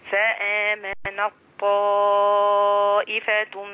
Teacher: بيني صوت الطاء عشان ده إدغام